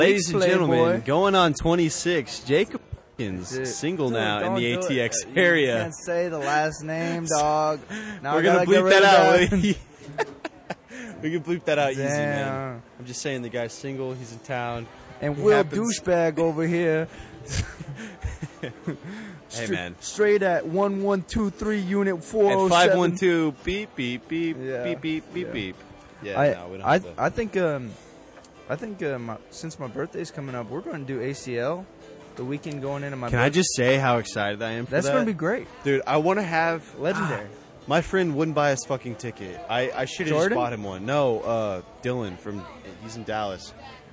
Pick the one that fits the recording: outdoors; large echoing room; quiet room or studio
outdoors